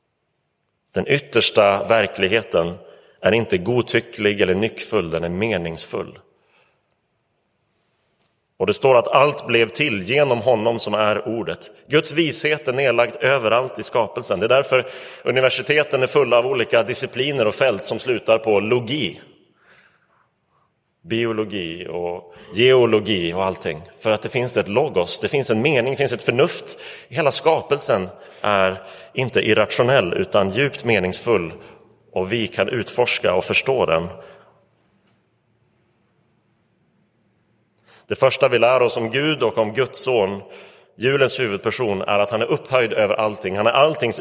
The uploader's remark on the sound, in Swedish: Inspelad i Roseniuskyrkan den 25 december 2023.